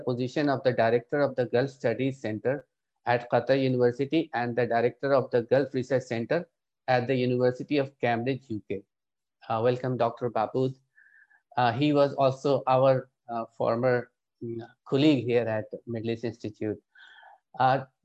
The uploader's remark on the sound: This public talk was conducted online via Zoom